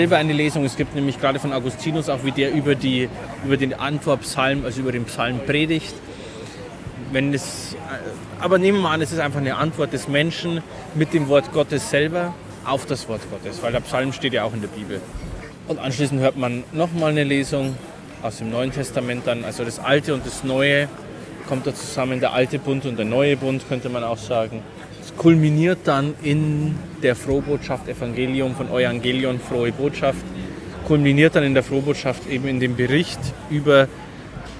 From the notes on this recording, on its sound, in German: in einem Biergarten (Wir haben versucht, das Maximum an Ton rauszuholen, was ging - sorry, not sorry!